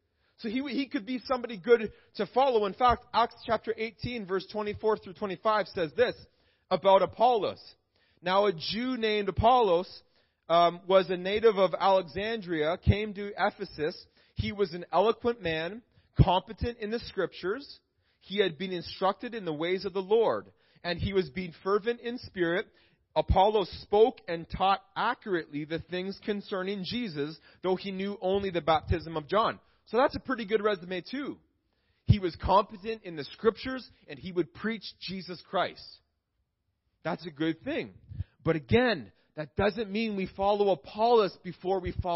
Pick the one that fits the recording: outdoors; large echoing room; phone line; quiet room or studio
large echoing room